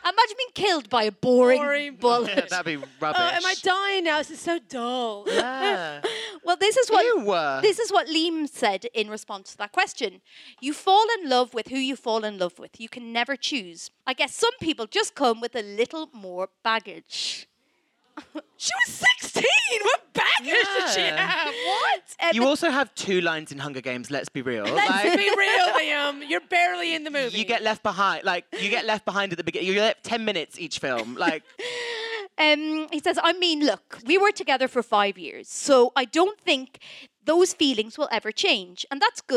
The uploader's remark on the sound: Gave the world what it wanted with a live show at the London Podcast Festival! Stepped out in front of the lights - and a baying crowd.